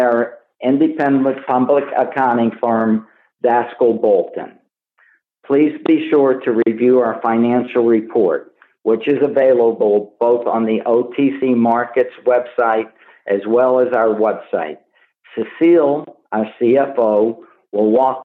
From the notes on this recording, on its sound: Progressive Care Shareholder Conference Call.